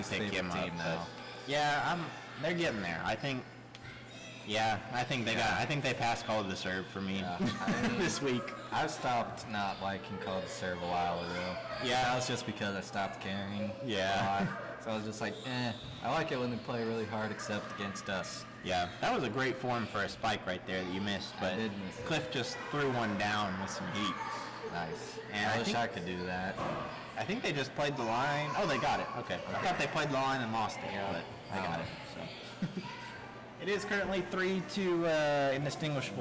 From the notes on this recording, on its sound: Let me once again apologize for the quality of the audio. I am so sorry that it is distorted this week. We are trying out different settings on our microphone and have not found the one that works best yet. I was not able to test the audio before we recorded.